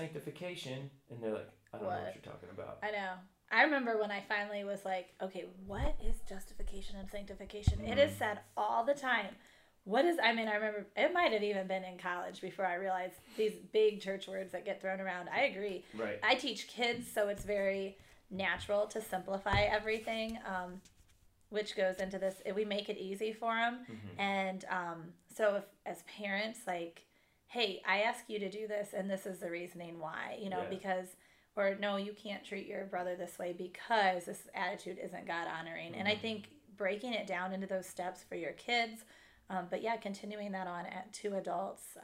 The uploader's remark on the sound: We had a small mic issue for this episode and will have that corrected for next week.